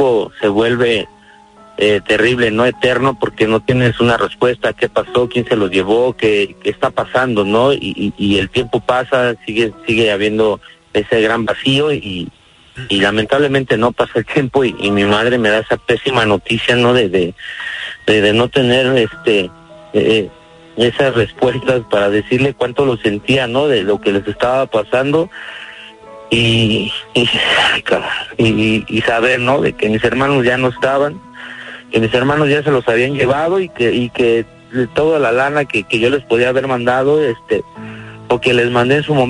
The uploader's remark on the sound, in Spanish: tuvimos una Llamada especial